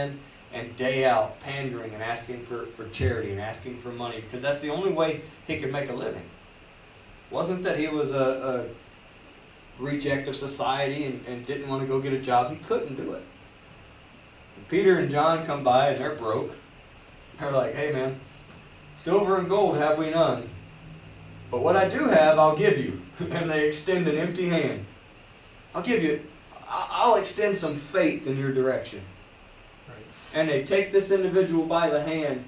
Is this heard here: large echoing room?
yes